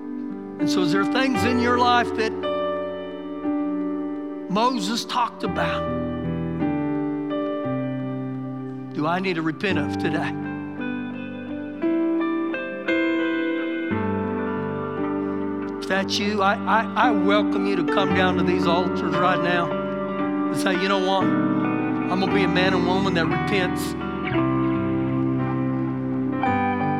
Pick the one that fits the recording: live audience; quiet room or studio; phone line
live audience